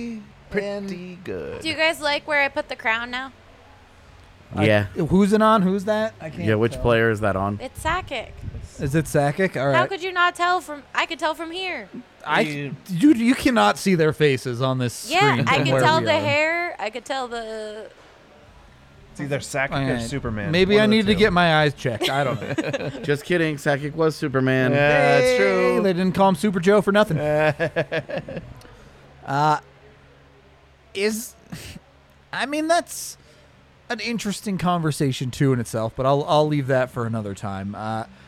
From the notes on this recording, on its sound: Come to you live from the DNVR Bar.